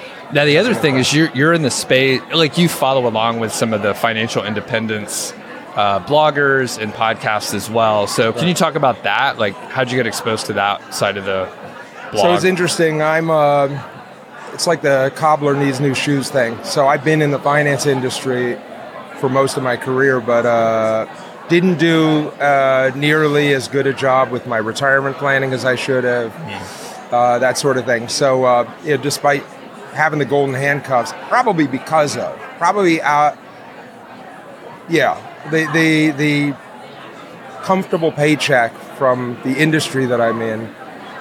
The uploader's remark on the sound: Live at FinCon.